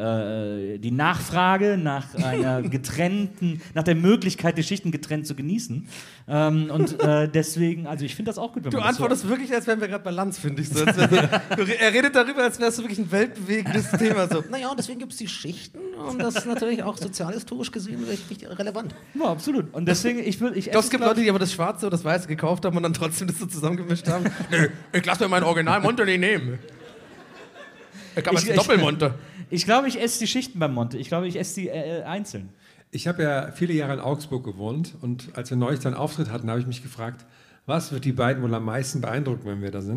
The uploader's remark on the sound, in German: Januar 2023 im Rahmen des SWR-Festivals in Mannheim aufgenommen.